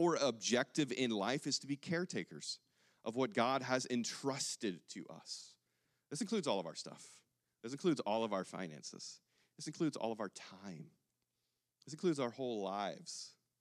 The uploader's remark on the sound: The following audio was recorded at Stone Oak Bible Church.